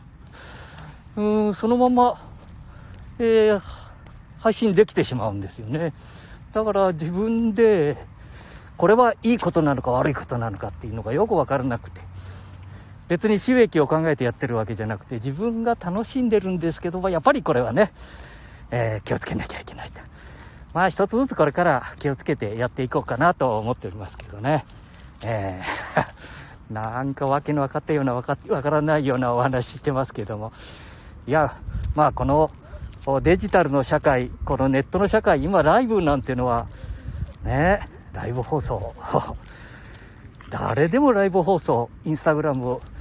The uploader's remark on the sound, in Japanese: 街さんぽ LIVE